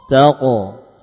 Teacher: Nah, huruf qaf dan ta juga sama. Hanya saja kedua huruf ini punya sifat tafkhim, sehingga ya e-nya adalah huruf e yang mufakhom · Term: qalqalah